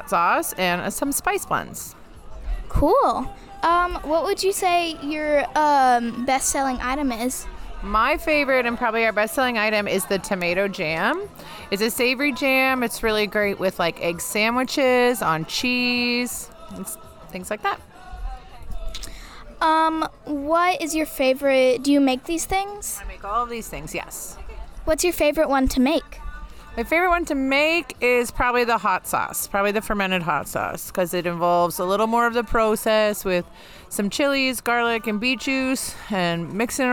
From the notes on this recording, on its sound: Interviewed the many different artists, musicians, and vendors that made this year's festival a huge success. Live at Treme Fall Fest. Pushing themselves to mic up and talk to someone new. Even figuring out how to record segment introduction in a bounce house.